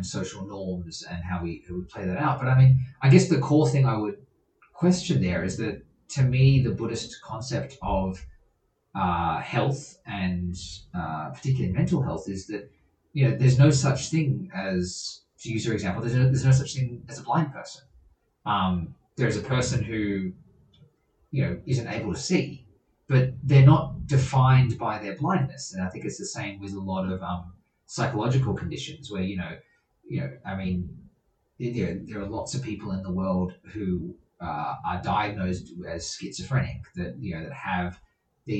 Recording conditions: poor sound quality